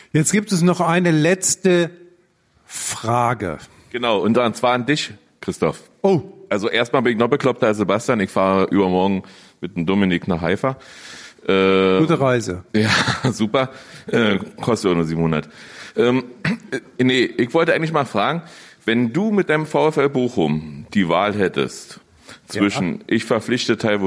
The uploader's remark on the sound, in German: Da nur wenige Karten verkauft werden konnten, stellt das Deutsche Theater freundlicherweise die Aufnahme der Veranstaltung allen frei zur Verfügung.